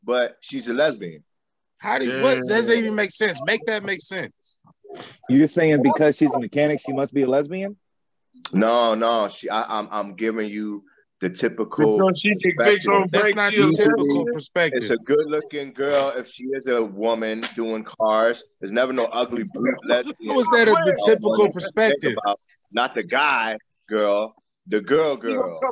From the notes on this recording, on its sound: We were bored and decided to do a zoom meeting together.